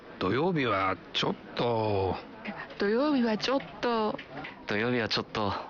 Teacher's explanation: Чотто означает дословно «немного», но растягивая окончание и ослабляя ударение, так что получается «чотто»